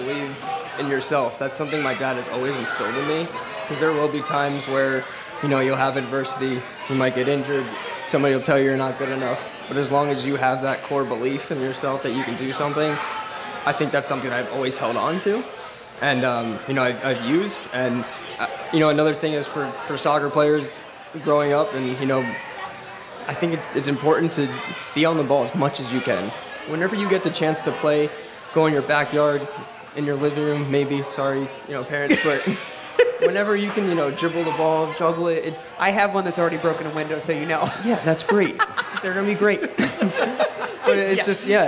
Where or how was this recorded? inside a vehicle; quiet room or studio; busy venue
busy venue